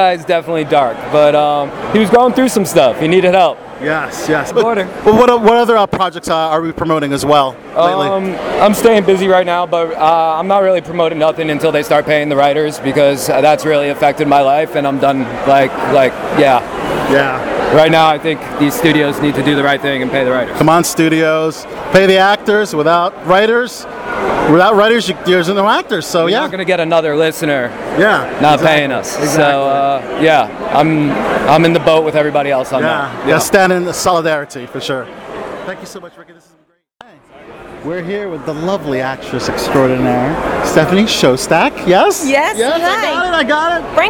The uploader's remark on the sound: In-person interviews from the 2023 Tribecal Festival. At the red carpet of his fifth directorial effort "The Listener".